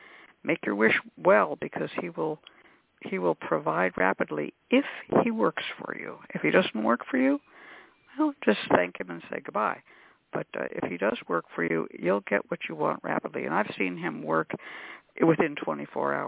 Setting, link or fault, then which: link, phone line